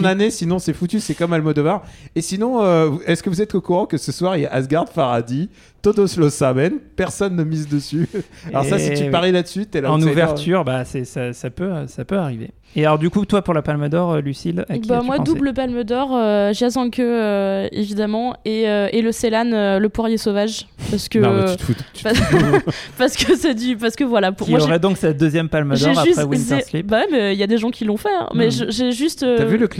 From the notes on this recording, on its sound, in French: En direct de la Quinzaine des réalisateurs. À La Malmaison (Cannes).